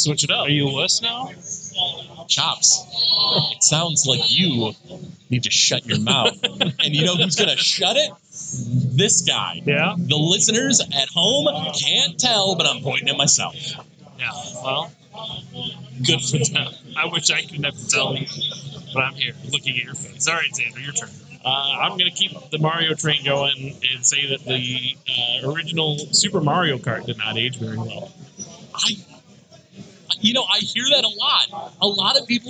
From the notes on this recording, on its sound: live from the Michigan Science center for a special episode